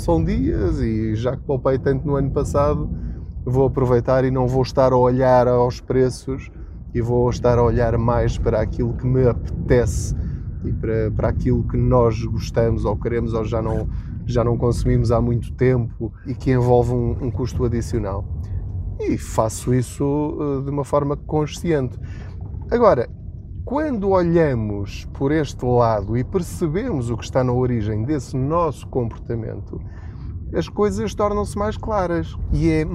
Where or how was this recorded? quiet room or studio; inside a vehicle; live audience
inside a vehicle